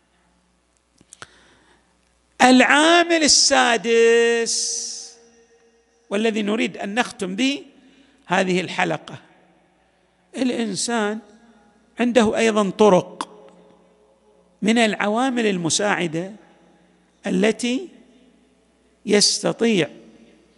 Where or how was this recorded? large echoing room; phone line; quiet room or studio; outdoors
large echoing room